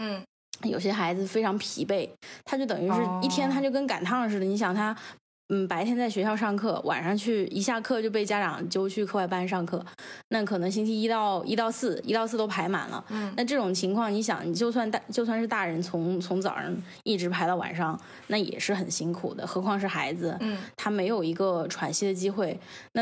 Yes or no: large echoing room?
no